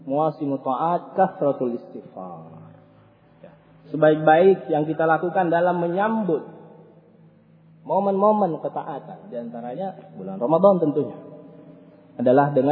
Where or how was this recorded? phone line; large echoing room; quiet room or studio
large echoing room